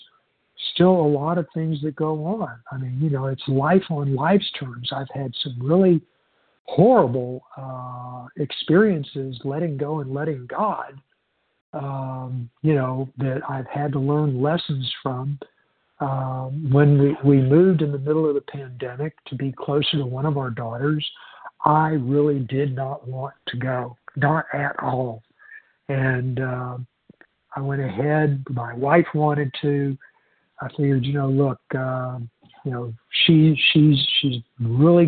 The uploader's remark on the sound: 100 Pounders Phone Meeting